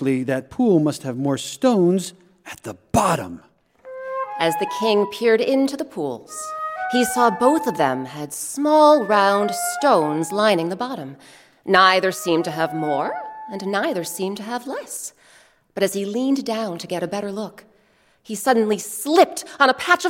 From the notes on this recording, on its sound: Recorded live at Tanglewood with members of the … and an all-star cast.